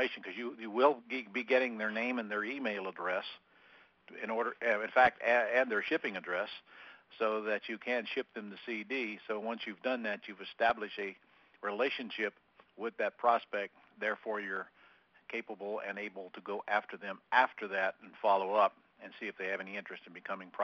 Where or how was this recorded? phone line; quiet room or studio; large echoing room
phone line